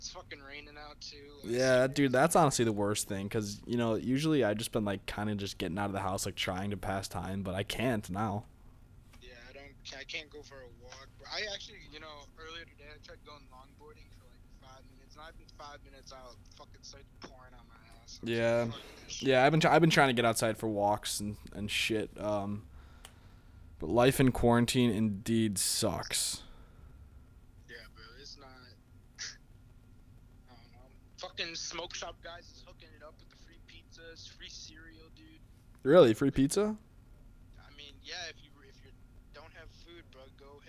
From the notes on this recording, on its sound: Over the phone. While stuck in quarantine.